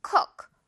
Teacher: 우 너무 길게 하지 말고 우 이렇게 짧게 한다